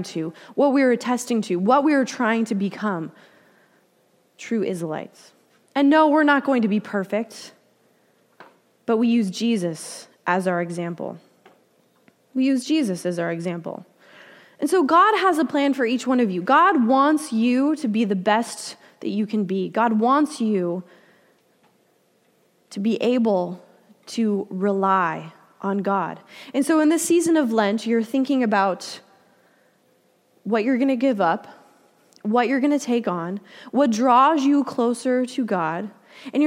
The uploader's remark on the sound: Delivered during the Contemporary Worship service.